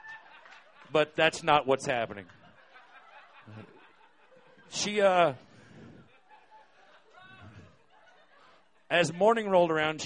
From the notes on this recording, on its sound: These stories were recorded by our good friends at The Denver Diatribe at Deer Pile on February 21st, 2013.